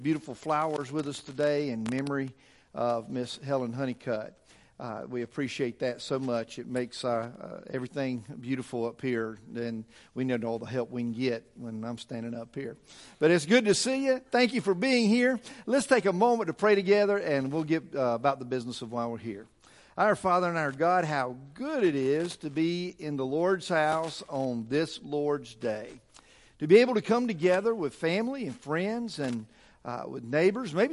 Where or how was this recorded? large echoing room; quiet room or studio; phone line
large echoing room